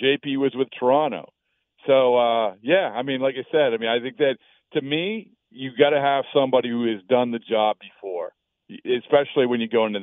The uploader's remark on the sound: Calls in Live